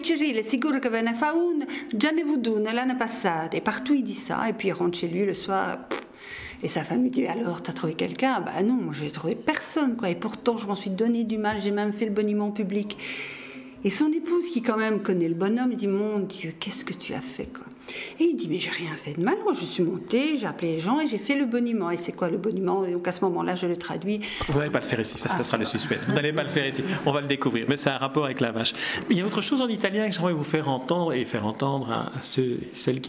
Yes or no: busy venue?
yes